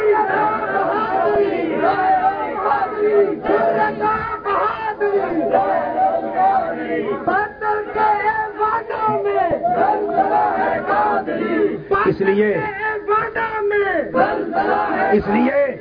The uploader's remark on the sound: A Speech delivered at Kot Mithan Sharif